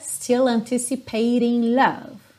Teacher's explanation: todos esses T's aí do ING, waiting, anticipating, hesitating, estão com rarará na música. Lembrando, não são obrigatórios, ok?